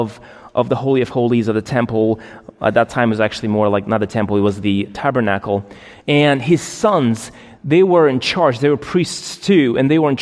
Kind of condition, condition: setting, large echoing room